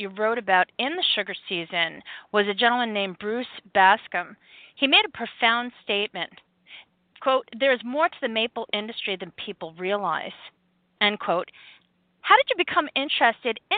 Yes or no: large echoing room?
no